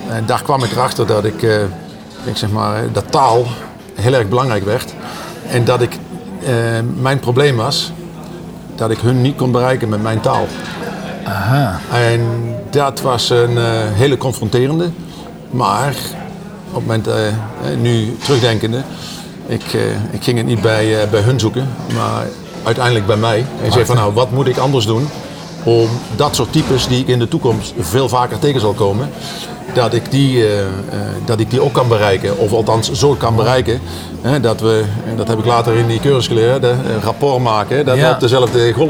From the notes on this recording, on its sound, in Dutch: dit gesprek is opgenomen in een vol restaurant langs de snelweg!